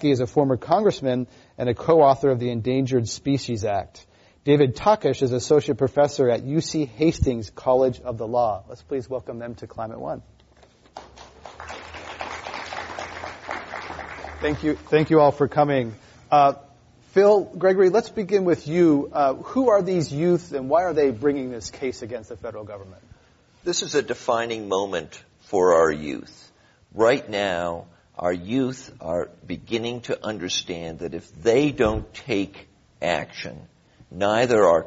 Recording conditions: live audience